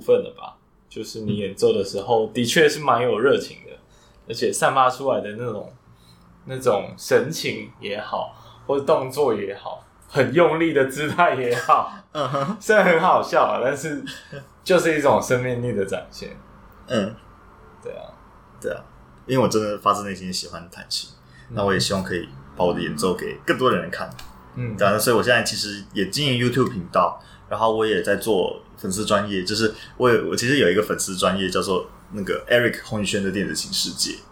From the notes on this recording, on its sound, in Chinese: 雖然這集很抱歉收音滿差，沒想到他家旁邊有醫院、外面是台灣大道，聲音吵雜的程度讓我剪輯有點崩潰。